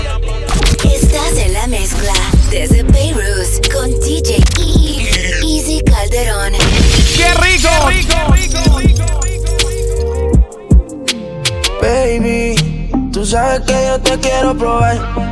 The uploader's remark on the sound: live from fayrooz 2019